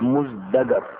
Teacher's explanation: وأصل الكلمة مزدجر بالتاء، والتاء حرف مهموس، والزاي السابقة لها حرف مجهور، فأبدلت التاء بالدال القريبة منها في المخرج، وكي تتناسب مع الزاي في الجهر فأصبحت مزدجر.